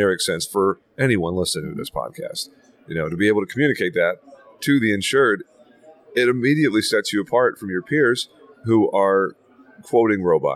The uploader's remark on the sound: Live from the Better Conference